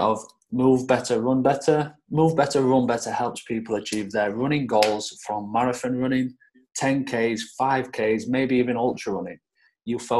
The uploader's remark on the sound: This episode was recorded via Zoom